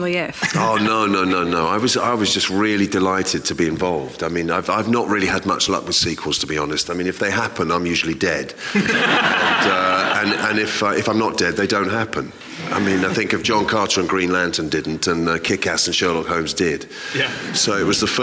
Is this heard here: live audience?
yes